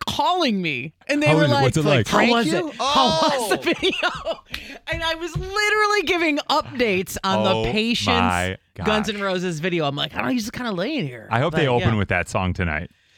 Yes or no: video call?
no